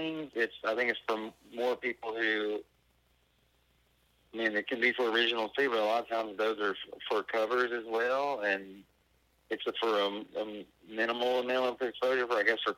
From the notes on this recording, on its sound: burnt the phones down to Natchez, MS